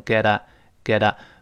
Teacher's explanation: 因为前面后面声带都震动，干脆都震起来了